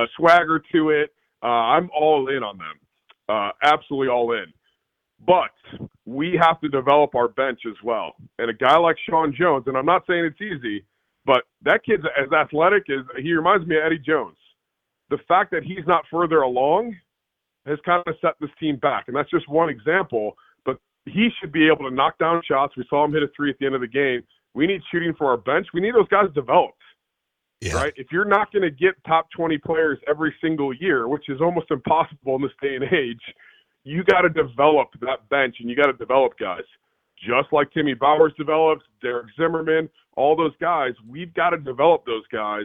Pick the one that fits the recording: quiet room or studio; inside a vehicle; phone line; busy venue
phone line